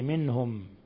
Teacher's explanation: ثم نون ساكنة جاء بعدها الهاء إظهار حلقي.